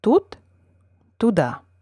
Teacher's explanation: Unstressed vowels are, in general, shorter and less tense than the corresponding accented vowels. Lack of stress has relatively little effect on the vowel U, the unaccented variant being simply less tense and full-sounding.